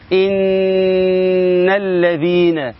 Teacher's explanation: صوت جميل لذيذ له رنين، يخرج من الخيشوم، يخرج من الخيشوم، لا عمل للسان فيه · Term: الغنة